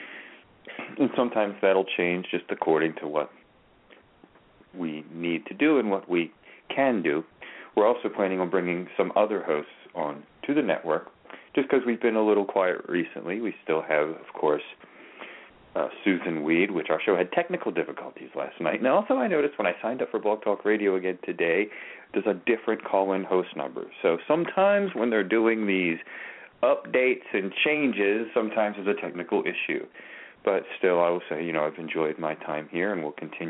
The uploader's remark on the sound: Open the phone lines for Tarot/Oracle readings!